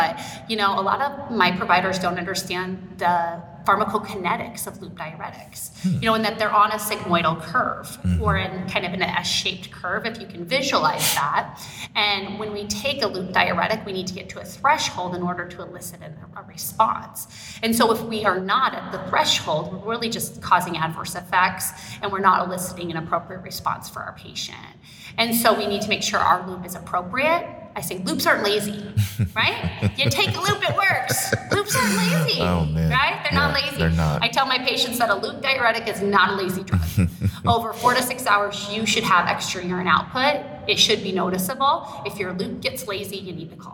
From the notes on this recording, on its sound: interviews LIVE at the 2022 Annual Meeting